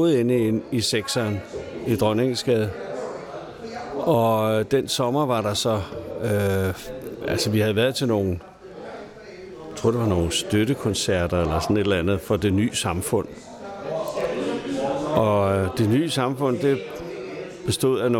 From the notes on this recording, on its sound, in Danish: Optaget på Fingerbøllet, Christianshavn.